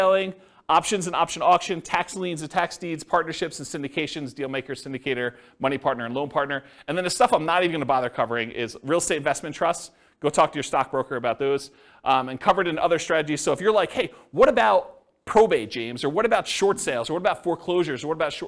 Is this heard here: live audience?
yes